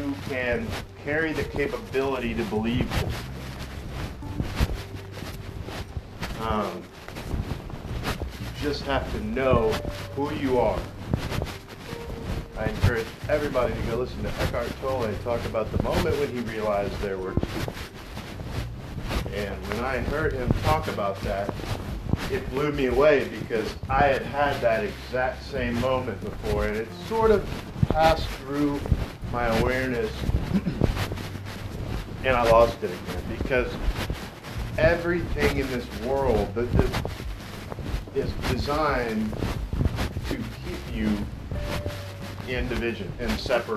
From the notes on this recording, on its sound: Sorry for mic interference. Used airpods instead of lapel mic.